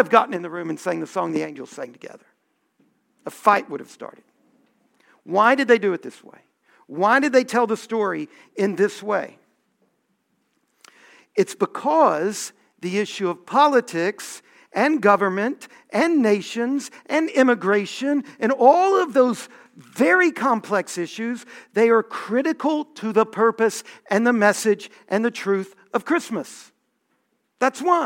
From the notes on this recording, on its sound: Homily from our Festival of Lessons and Carols